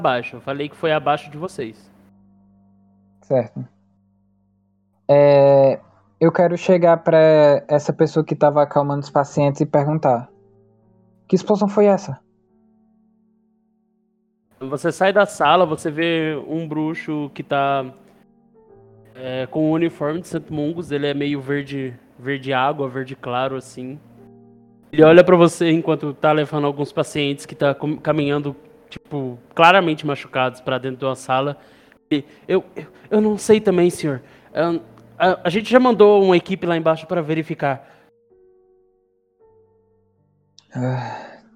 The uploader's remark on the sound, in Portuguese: Nessa mesa tivemos alguns problemas técnicos que persistiram e atrapalharam, de certa forma, a gravação.